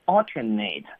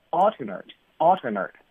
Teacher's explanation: 如果是形容词的话呢，这个 a 就要发成 er 的音 · Shown in: second take